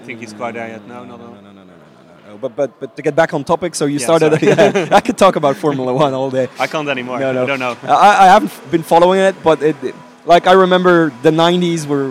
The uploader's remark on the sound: at PHPBenelux Conference 2016